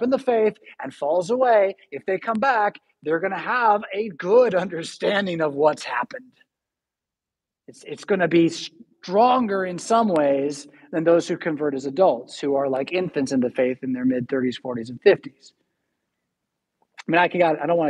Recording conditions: large echoing room